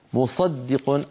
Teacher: الدال وقعت بين صاد وقاف، قبلها صاد وبعدها قاف، وكلاهما مفخم وكلاهما مستعلي والدال مرققة، فممكن إذا الإنسان لم يكن متمكن في التلاوة أن يقول مصدق فتخرج الدال مفخمة أو شبيهة بحرف الضاد.